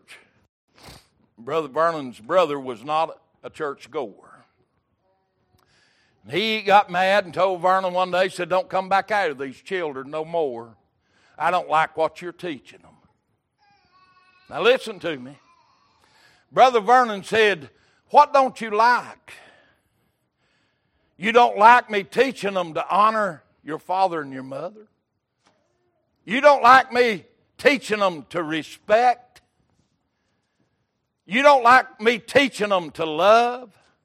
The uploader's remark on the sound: Recorded January 8, 2023 - Sunday Evening Service